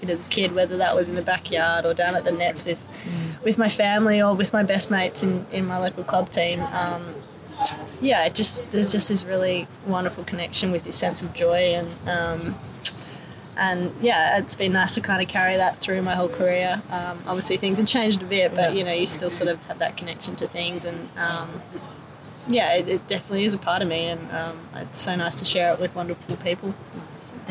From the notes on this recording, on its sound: Outside the pavilion at Lord's.